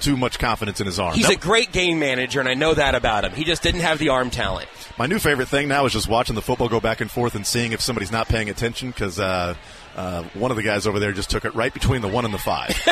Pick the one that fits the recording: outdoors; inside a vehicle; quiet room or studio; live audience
outdoors